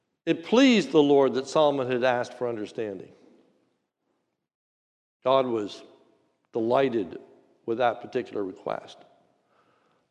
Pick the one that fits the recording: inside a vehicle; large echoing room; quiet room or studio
large echoing room